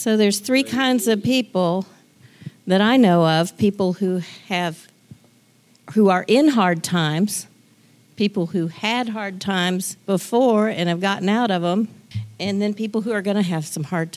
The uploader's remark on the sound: This is Part II of our Room In The Inn series where you can hear some live audio from the worship night at RITI in Berea KY.